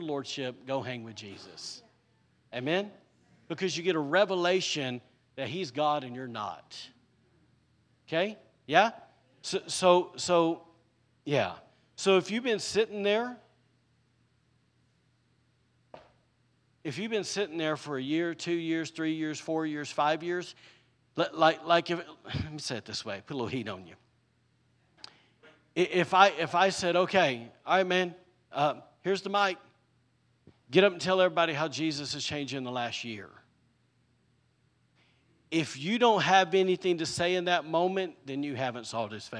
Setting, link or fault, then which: setting, large echoing room